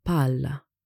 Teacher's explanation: To help you pronounce words with double consonants correctly, the pronunciations include the first consonant at the end of one syllable and the other one at the beginning of the following one